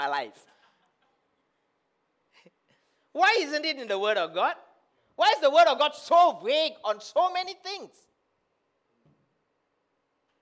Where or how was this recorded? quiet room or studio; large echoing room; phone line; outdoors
large echoing room